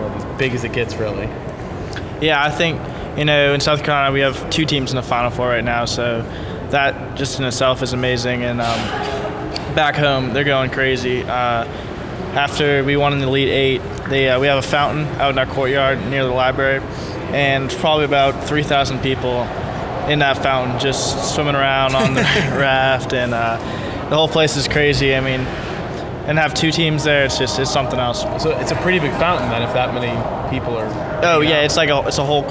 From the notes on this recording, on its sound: Live from Phoenix. Zags On Three is live in Phoenix at the Final Four!